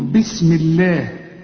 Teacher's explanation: عارف لو قبلها مفتوح أو مضموم تفخم لفظ الجلالة، إنما ما دام لفظ الجلالة يسبقه كسر يبقى لفظ الجلالة هنا إيه؟ مرقق